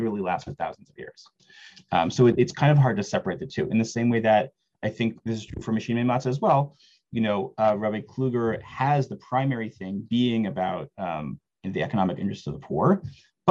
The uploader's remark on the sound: This audio was originally captured from Zoom.